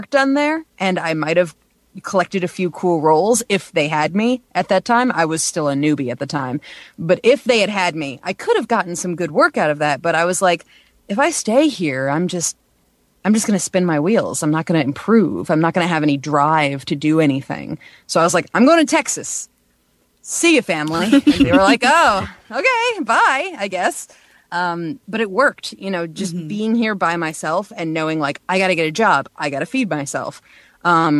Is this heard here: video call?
no